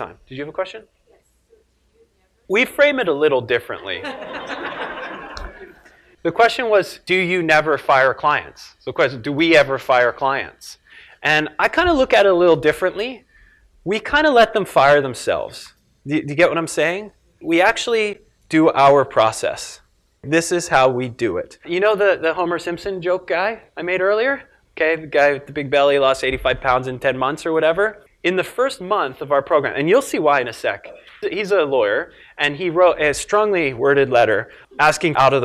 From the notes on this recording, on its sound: filmed live at the 2011 Perform Better Summit in Long Beach, California